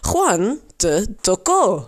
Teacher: Dan komt die klemtoon dus op ko